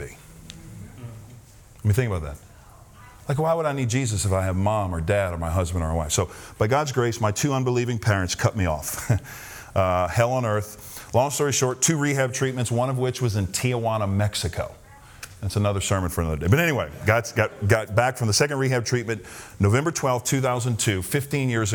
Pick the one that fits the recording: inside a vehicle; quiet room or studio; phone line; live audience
live audience